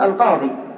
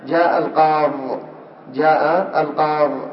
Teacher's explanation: تقول القاضي، ولك أن تقول جاء القاض، جاء القاض، إذن لك أن تقف على الياء بالسكون ولك أن تحذف الياء · Shown in: second take